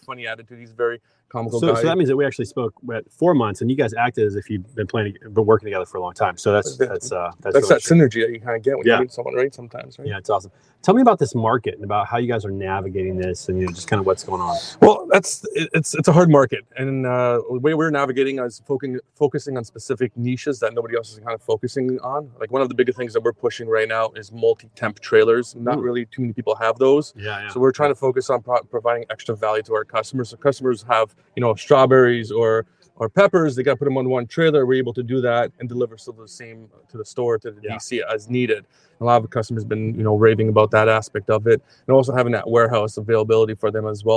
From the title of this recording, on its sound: Standing Out LIVE from the Golf Course